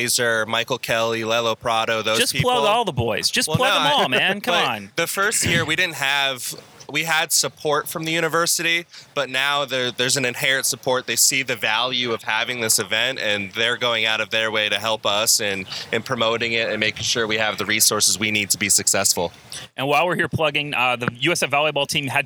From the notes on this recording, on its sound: Record the latest edition of the Bulluminati Podcast live at the Patio with two very special guests. For everyone who came out to hang out with us.